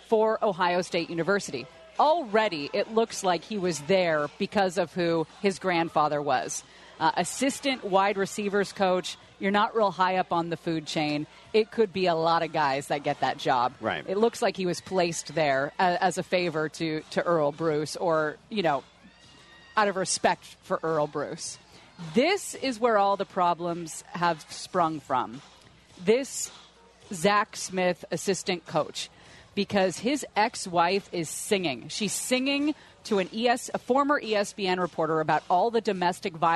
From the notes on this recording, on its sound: LIVE From Los Angeles Chargers Training Camp. Training camp at the Jack Hammett Sports Complex in Costa Mesa.